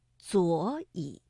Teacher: 第一个左和乙这个赏声字相连，所以读二四调